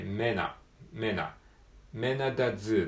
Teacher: 面のこの N と、アットの A が合体して、メナ、メナ、メナダズーですね